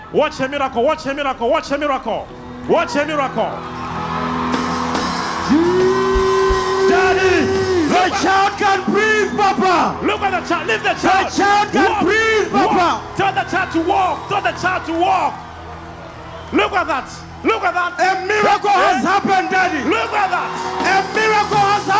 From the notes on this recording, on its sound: Instant Healing Miracles during a Live Service at ECG Church.